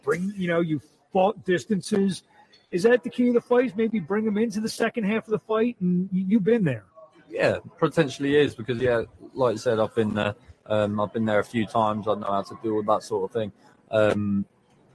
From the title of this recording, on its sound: LIVE FROM CAENLO